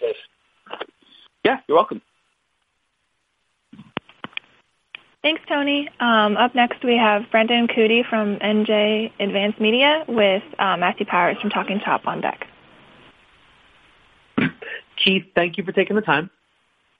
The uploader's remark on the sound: Conference Call.